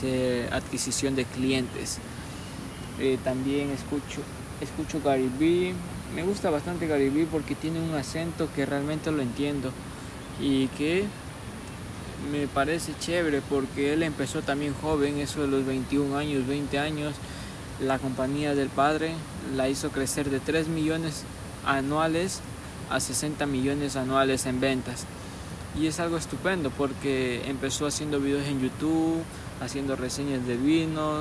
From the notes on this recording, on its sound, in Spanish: Desde el río. Este episodio fue gravado desde un Río, que le dicen la "Bocana del Búa".